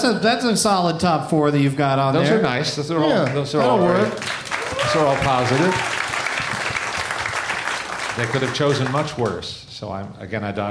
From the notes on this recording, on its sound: Live from Esther's Follies in Austin as part of SXSW